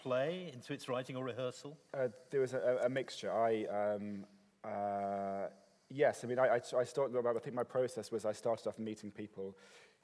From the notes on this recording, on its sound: This is a recording of a live Platform event from March 2013.